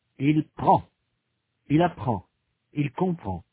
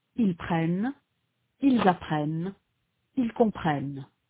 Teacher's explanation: Il y a dans les trois personnes du pluriel une consonne « ne » qui est absente des trois personnes du singulier. · Shown in: second take